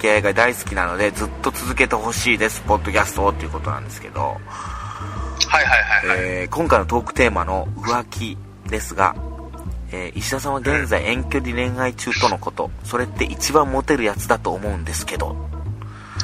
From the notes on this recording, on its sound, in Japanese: 電波状況が悪すぎる電話収録。あたま3分間ほど聞き取りづらいですが、のちにクリアになります。